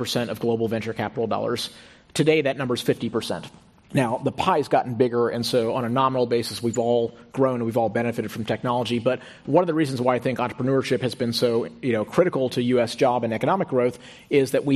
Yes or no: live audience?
yes